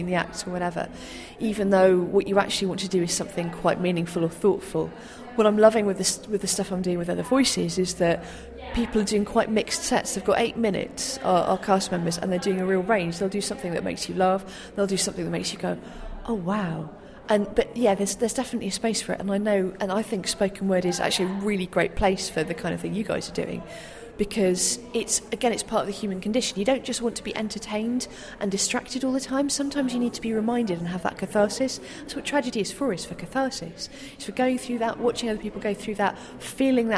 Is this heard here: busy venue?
yes